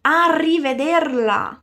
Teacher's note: treinando bem esse R vibrante